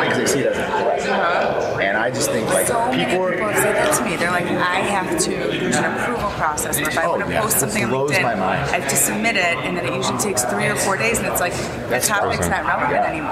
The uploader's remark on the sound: At the Transportation Intermediaries Association Conference in San Diego